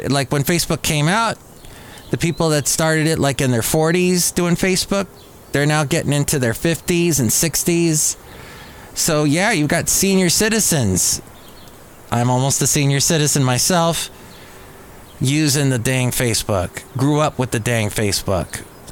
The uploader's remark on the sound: podcasts live from Café Anyway